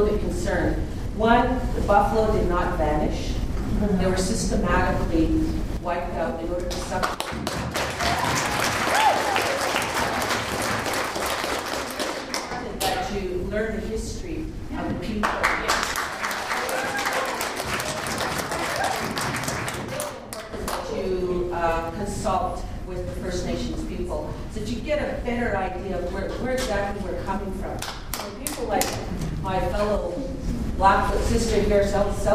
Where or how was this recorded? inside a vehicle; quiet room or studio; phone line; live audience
live audience